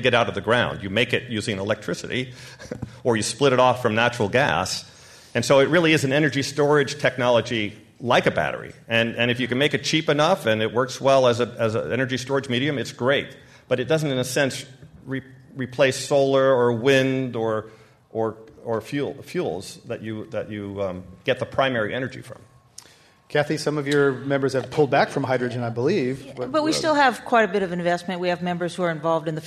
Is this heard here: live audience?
yes